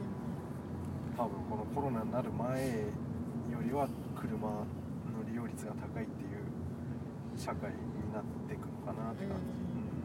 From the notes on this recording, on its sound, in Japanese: 中古車屋の息子としての考えを運転しながら語っていく。ドライビングラジオ。